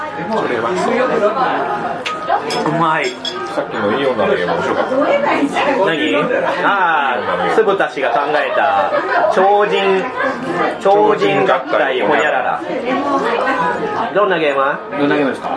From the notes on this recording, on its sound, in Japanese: 店内収録のため、騒音雑音が激しく入っております。